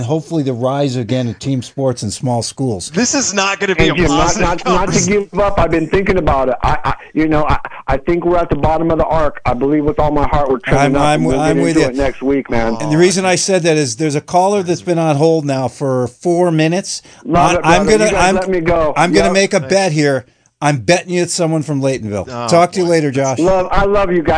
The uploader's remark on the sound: an hour of community call ins